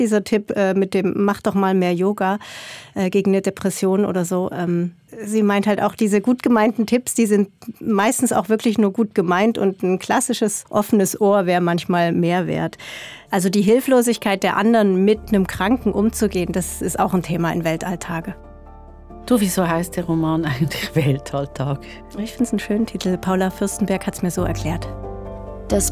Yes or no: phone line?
no